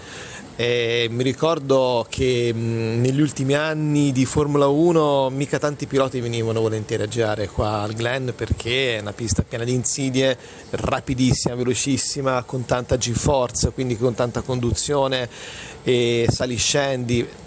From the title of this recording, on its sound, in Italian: In diretta da Watkins Glen